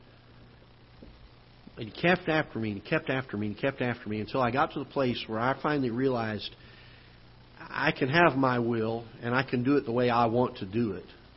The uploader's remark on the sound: Ketha Heights Baptist Church ~ Live Broadcast